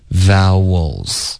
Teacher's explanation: 有一个 ul 的音，这个要顶舌尖，不是动嘴唇的